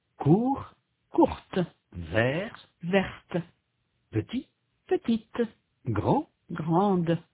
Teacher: au point de vue du son, il y a à la forme féminine une consonne qui est absente à la forme masculine. La consonne finale qui est prononcée à la forme féminine est représentée dans l'orthographe de la forme masculine, mais elle n'est pas prononcée.